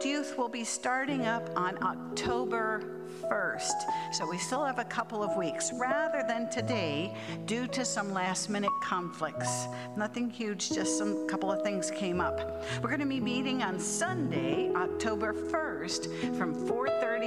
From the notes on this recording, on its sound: At the Pender UMC contemporary service on Sunday, September 17, 2023